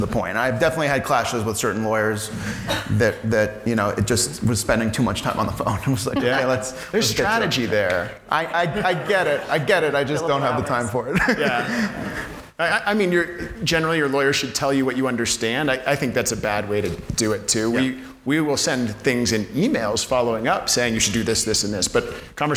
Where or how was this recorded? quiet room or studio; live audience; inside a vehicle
live audience